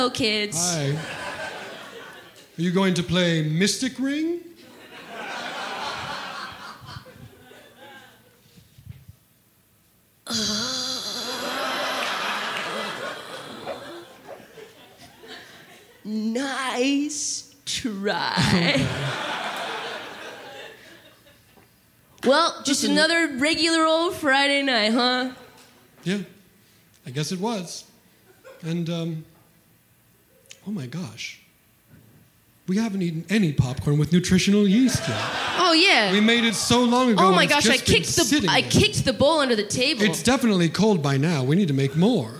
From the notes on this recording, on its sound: This performance of Off Book The Improvised Musical Podcast was recorded live at the Bourbon Room in Los Angeles on October 2nd 2022.